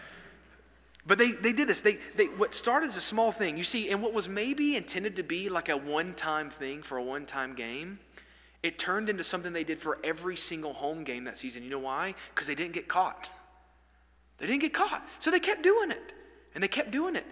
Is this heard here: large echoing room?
yes